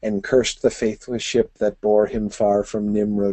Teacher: never was a more perfect iambic, perfect, neat iambic line written than that one